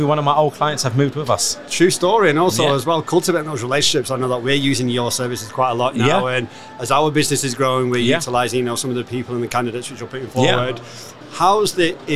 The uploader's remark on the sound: Live from SES.